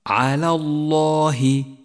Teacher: اللام في كلمة على مرققة واللام في كلمة الله مفخمة لأنها سبقت بحرف مفتوح · Term: اللام المفخمة